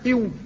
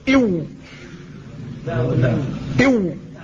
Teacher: فالواو هي من بين الشفتين لكنها داخلة إلى الداخل، والباء والميم إلى الخارج.